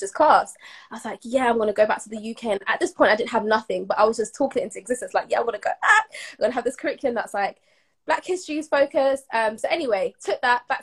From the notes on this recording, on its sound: via Instagram live